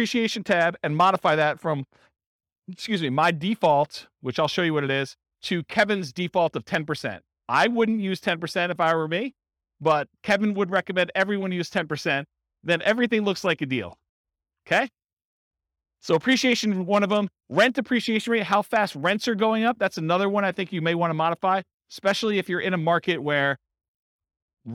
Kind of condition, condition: setting, live audience